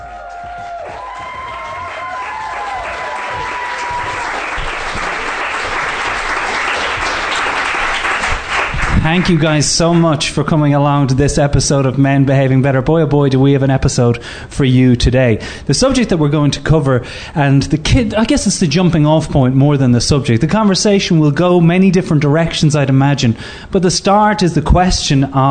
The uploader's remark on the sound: live in front of a packed Soho Theatre